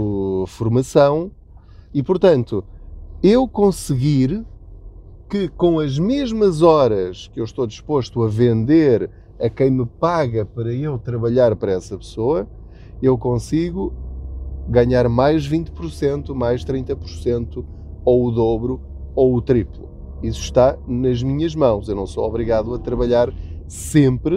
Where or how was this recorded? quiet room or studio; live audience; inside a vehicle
inside a vehicle